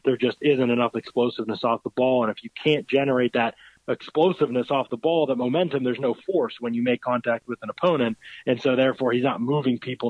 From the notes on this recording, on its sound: conference calls with the Nashville media